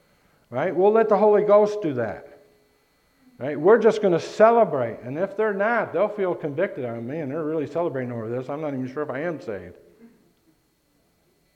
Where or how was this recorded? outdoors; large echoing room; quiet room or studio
large echoing room